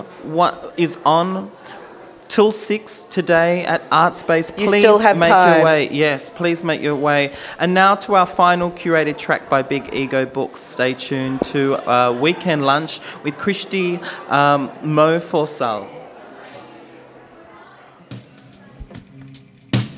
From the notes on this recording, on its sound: We broadcast live from Artspace for Volumes: Another Art Book Fair. Live broadcast from Artspace for Volumes: Another Art Book Fair.